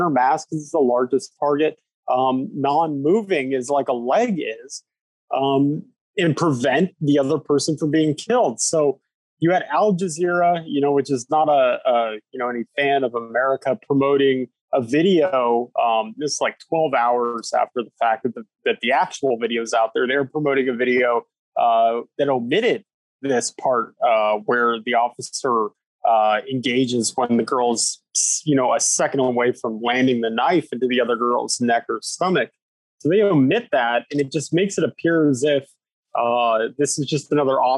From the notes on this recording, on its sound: sits down over Zoom